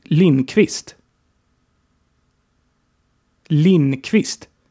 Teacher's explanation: Hört ihr, dass ich kein D spreche?